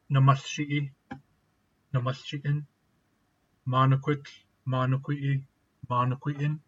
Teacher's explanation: complete aspect forms that end in a lambda lose that lambda when followed by a hardening ending, like the command ending.